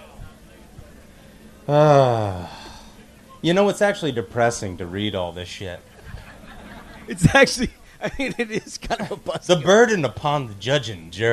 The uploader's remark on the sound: 200th Episode Spectacular Live from Minnesota (Part 2)